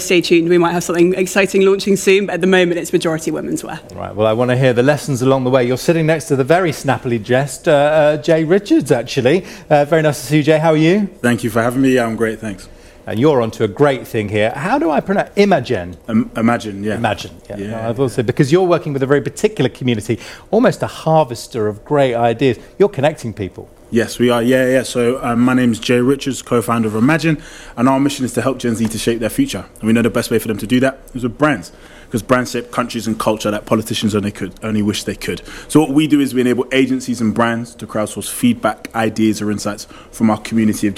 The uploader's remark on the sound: Joined us for the second day of Elite Business on 12 March in the digital transformation panel.